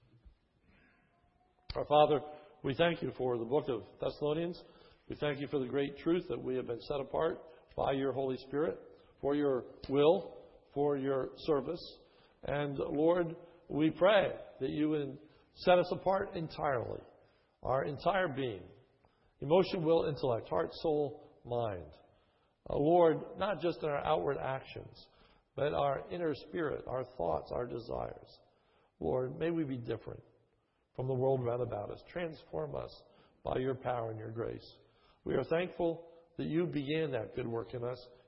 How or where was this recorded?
large echoing room